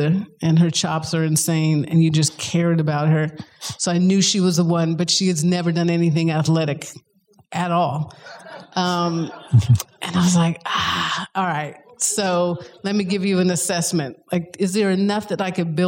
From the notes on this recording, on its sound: in a Q&A at the DGA theater in Los Angeles